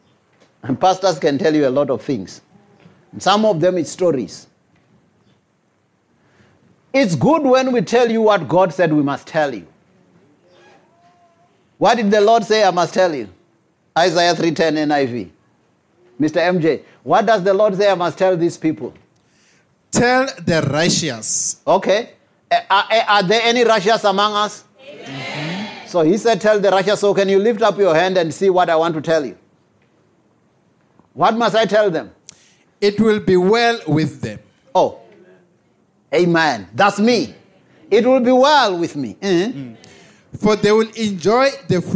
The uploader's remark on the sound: Preached at Jesus the Saviour Church, 185 Bobs Way, Eersterivier, Cape Town on 23 July 2023.